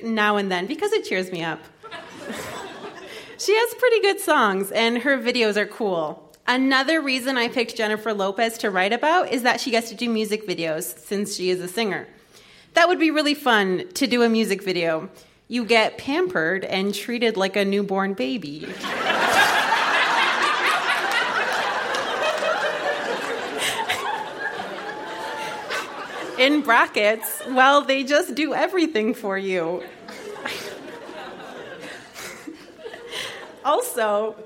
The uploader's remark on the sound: Recorded live at the Royal Cinema in Toronto.